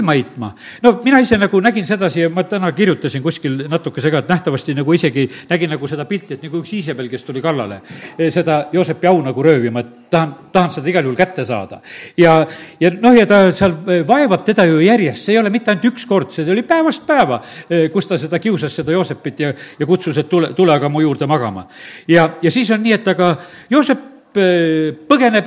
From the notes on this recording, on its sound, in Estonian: Audio salvestus koosolekult